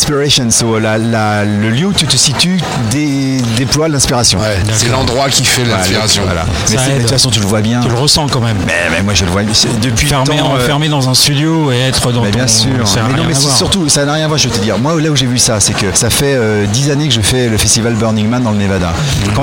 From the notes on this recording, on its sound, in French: En direct du Dock B à Pantin